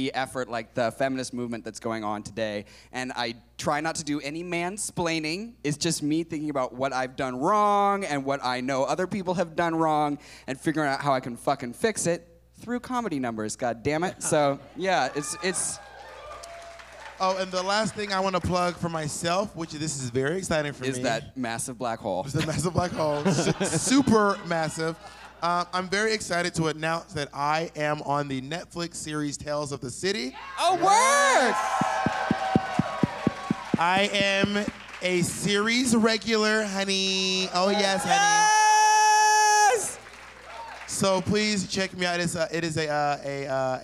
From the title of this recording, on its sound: Live]